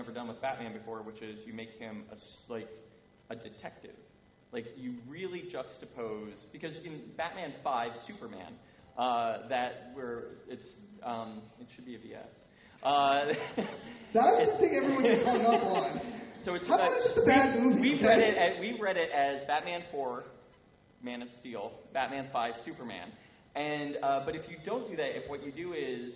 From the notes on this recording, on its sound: participate live at a weekend of panels at Wizard World Philadelphia